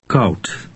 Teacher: Dutch OU resembles the English sound au, as in the word how, only it's shorter.